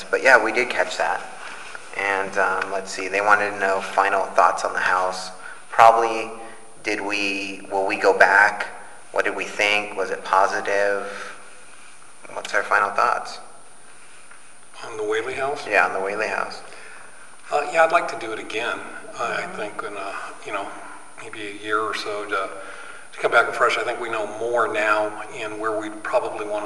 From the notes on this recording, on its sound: Live from the Grenada Theater In Ontario CA. Live from the Grenada Theater In Ontario CA.